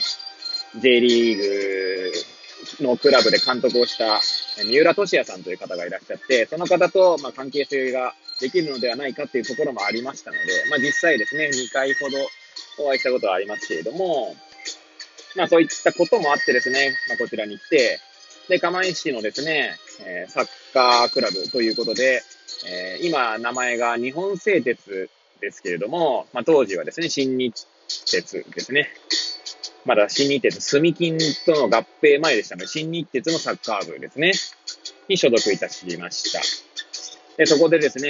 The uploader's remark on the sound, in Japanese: Airpods を付けた状態で、車中で収録しており、雑音などが入る可能性があり、ご容赦ください。